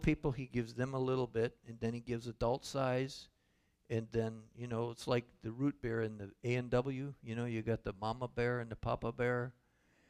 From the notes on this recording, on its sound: Calvary Assembly of God live Stream.